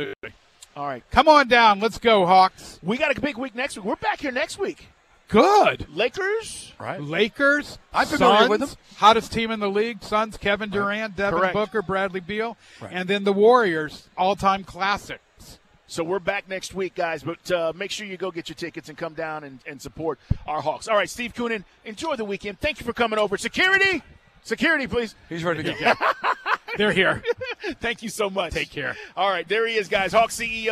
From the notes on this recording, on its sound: Live at State Farm.